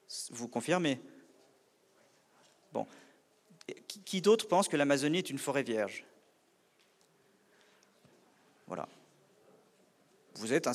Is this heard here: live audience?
yes